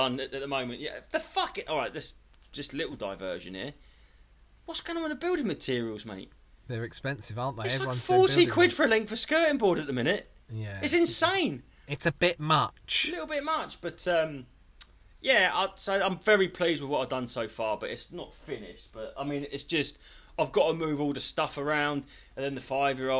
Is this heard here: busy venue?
no